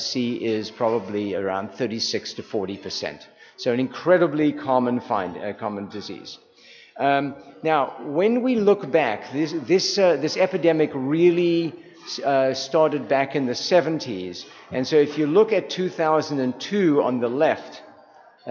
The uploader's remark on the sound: Doing RC2C from San Antonio at the 42nd annual TAAP Conference in San Antonio, TX. Here is the luncheon presentation from Day One.